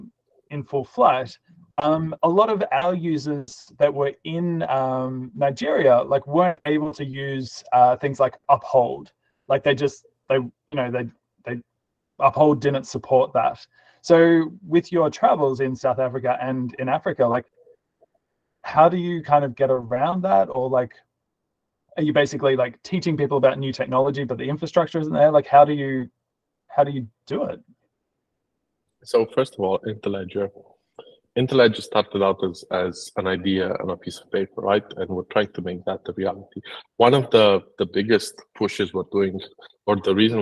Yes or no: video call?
yes